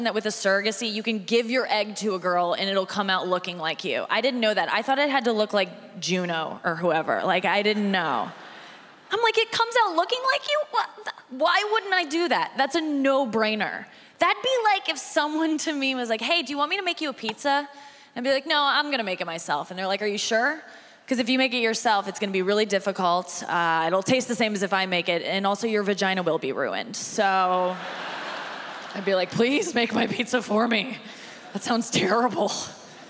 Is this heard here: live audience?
yes